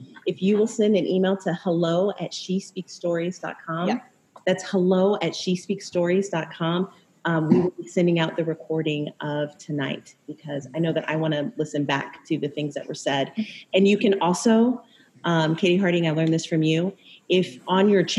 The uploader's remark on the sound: We had such a great time at our At the Table Live Virtual Event that we are making the audio available to you, our listeners.